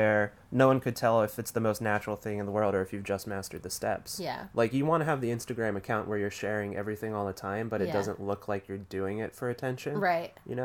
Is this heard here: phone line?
no